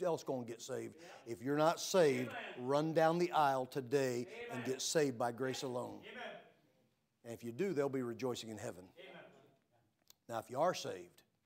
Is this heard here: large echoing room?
yes